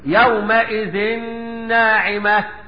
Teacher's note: ادغام بغنة. لماذا؟ لوقوع النون بعد التنوين في كلمتين